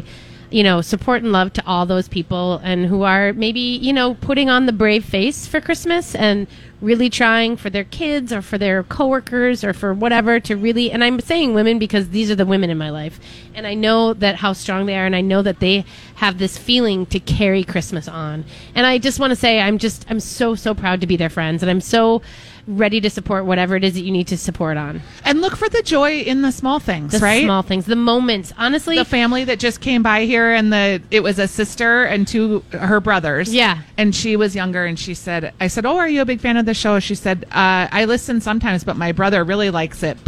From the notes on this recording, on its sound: Live Broadcasting at EL Burrito!